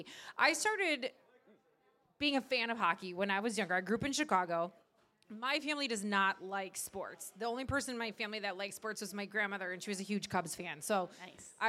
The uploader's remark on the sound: went live from Dukes Pizza-Pub-Grill in Oakville